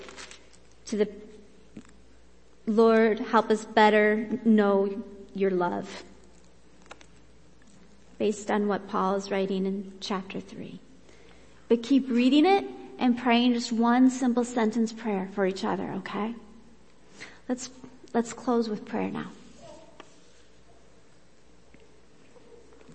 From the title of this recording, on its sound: Worship Service